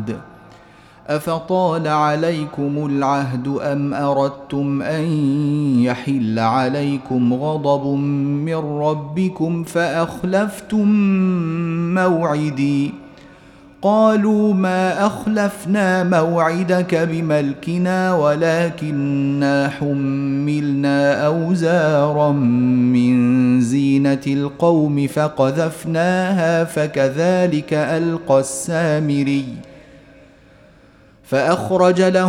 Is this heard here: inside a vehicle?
no